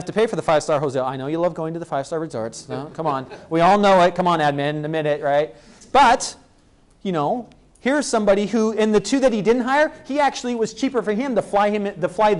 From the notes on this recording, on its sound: was given at the ECIS Admin conference in April 2009.